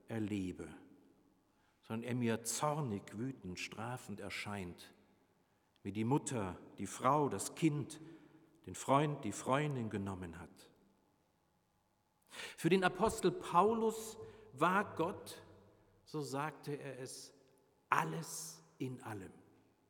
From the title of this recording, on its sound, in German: Predigt Pauluskirche 9.5.2021 Rogate